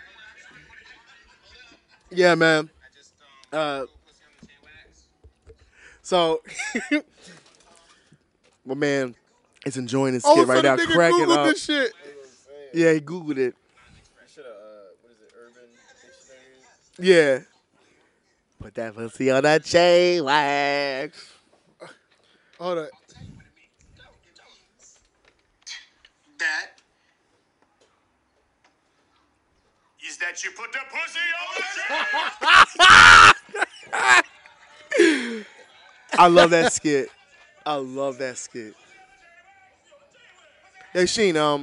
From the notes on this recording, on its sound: During a Philadelphia early summer night, three friends grab a table, a few chairs, and alcohol, to a backyard with some mics.